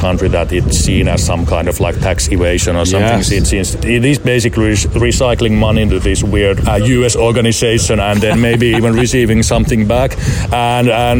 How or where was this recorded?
busy venue